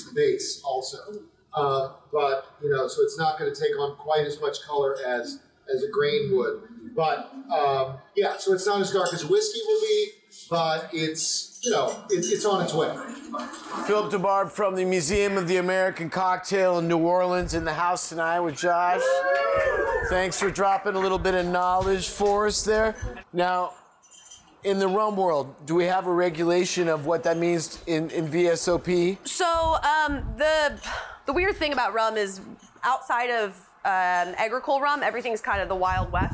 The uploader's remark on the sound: Caña Rum Bar is much more than just one of the places that we record our podcasts; it's also Los Angeles' premiere spot to experience some of the most unique rums from around the world. This episode was recorded on the night of Caña's 9th anniversary.